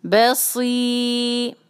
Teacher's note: سو جو ہے وہ سیٹی کی آواز کے ساتھ اور بھاری لیکن پورا بھاری نہیں